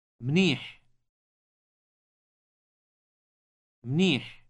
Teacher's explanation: the final sound in the word is produced in the throat with some friction